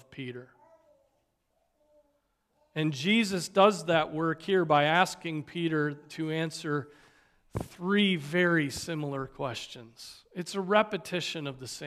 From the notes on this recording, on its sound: Preached on October 22, 2023 at Trinity Presbyterian Church (Evangel Presbytery) in Spartanburg, SC.